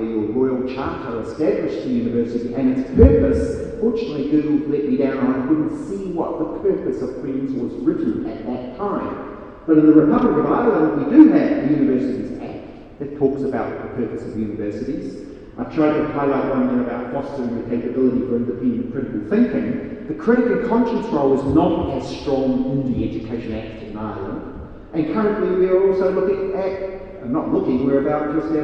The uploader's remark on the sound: Speaks at SRHE Digital University Network Event.